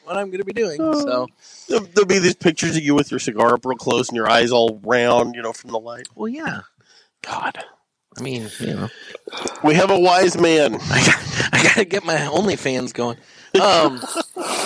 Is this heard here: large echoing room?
no